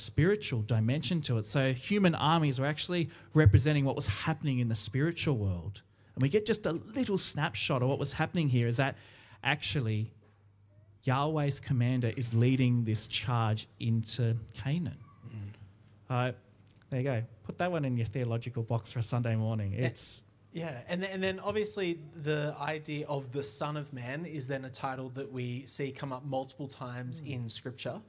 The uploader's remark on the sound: recorded live at our 10am Sunday Service!